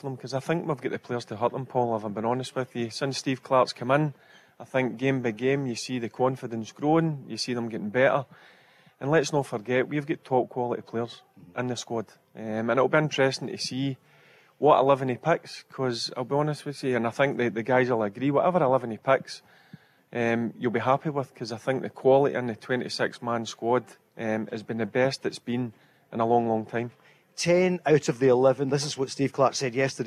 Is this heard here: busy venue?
yes